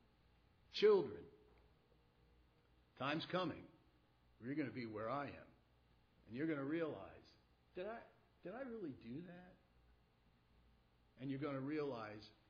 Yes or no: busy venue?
no